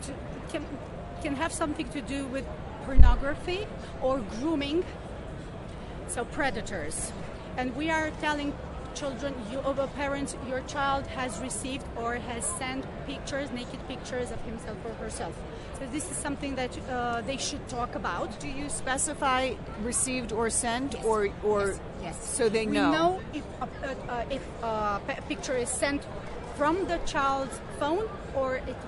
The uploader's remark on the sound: walking the floor at CES in Las Vegas